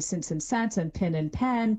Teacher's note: the vowels in since and sense and pin and pen, those sound the same · Term: pin-pen merger